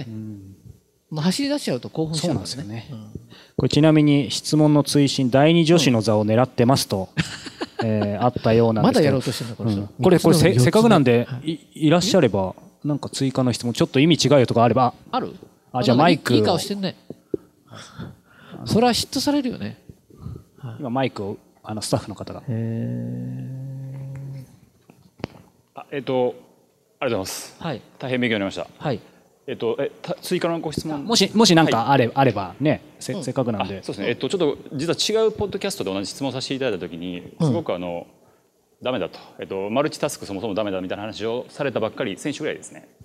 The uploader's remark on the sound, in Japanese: 大阪公開収録